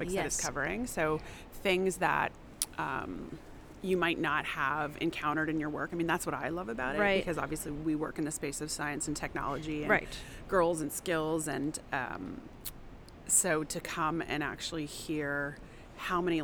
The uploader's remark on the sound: On location at Women Deliver in Vancouver. This year's Women Deliver conference was held in Vancouver, B.C.